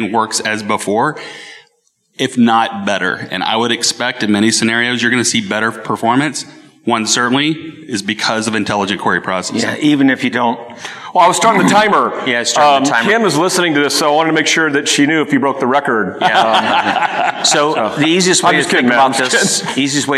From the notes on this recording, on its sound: Answered questions from the attendees of the conference both in-person and online.